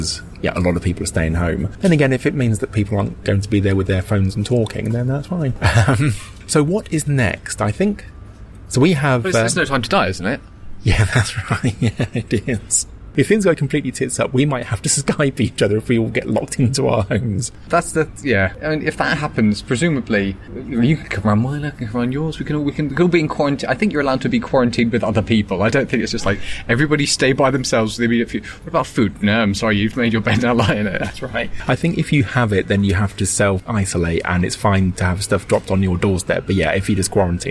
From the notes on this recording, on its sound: Well, they’re outside in the middle of London again.